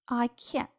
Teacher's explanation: 这个地方的 t 有一个失去爆破，但是要做口型